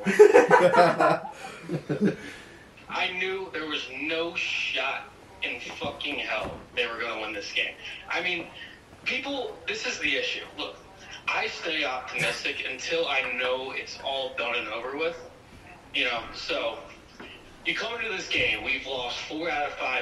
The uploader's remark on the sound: Some technical difficulties with the audio